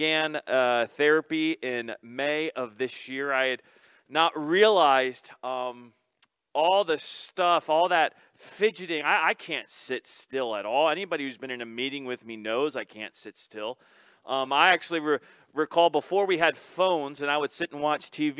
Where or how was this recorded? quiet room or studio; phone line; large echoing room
large echoing room